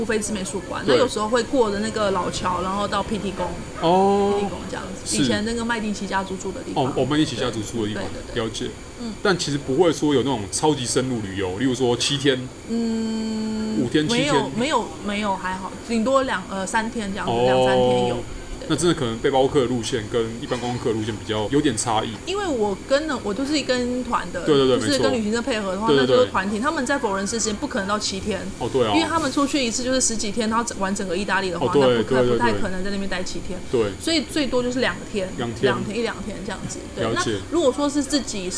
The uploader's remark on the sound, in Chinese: 本集白噪音指數：微風級 2/5。錄音地點： Parko Parco 的室外用餐區。